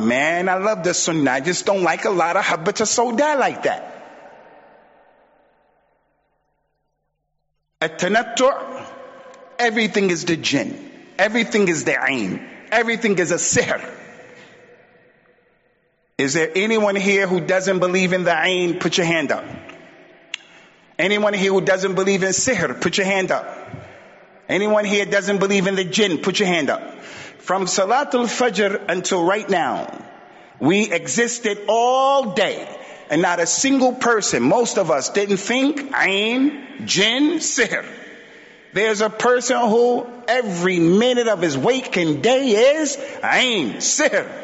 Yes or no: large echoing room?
yes